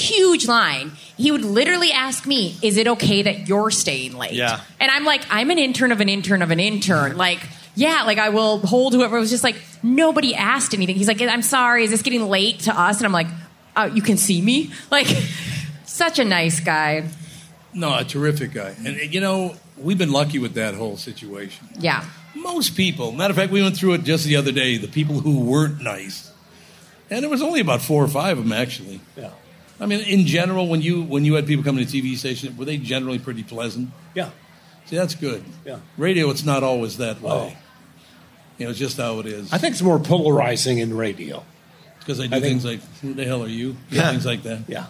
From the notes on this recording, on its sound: Made their triumphant returns to the Minnesota State Fair, live from the Hubbard Broadcasting Day Stage. From the "Great Minnesota Get Together."